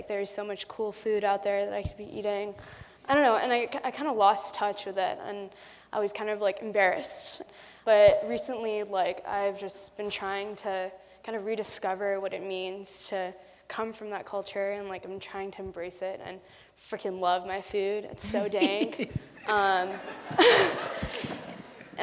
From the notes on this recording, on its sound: It’s our very first live show, Mash-Ups! This program was taped at Scripps College's Garrison Theater as part of its public programming series, Scripps Presents.